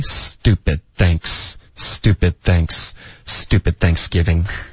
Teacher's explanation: 所以是 stupid,结尾咬舌尖接着发 thanks